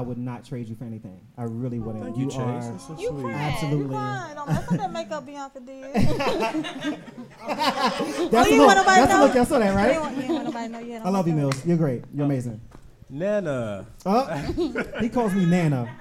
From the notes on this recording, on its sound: Live Show. LIVE in Charlotte, NC!!!!